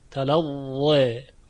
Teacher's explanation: ببینید حرف و جزء حروف اطباق و استلاست و میطلبد که الف بعد از اون تفخیم بشه و فتح کامل تلظى. اما در روایت ورش این الف آخر تقلیل می شود